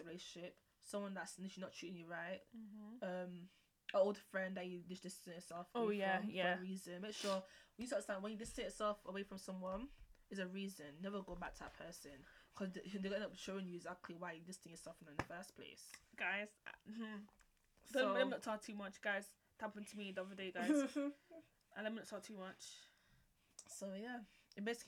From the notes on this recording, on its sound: Please listen with earphone sorry for how low the audio is we are getting it sorted.